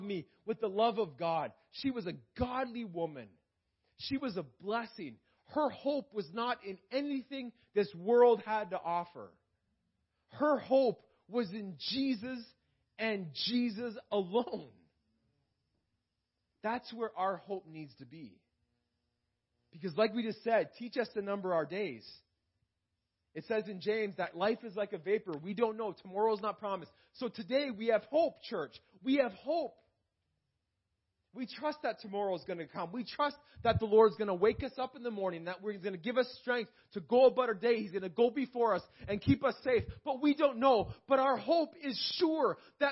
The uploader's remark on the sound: This message was preached in May 2018 at Freedom Life Church in Kitchener Ontario